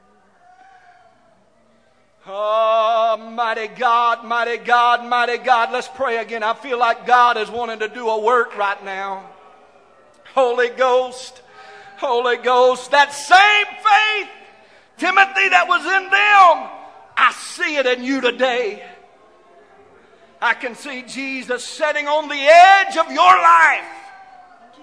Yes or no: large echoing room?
yes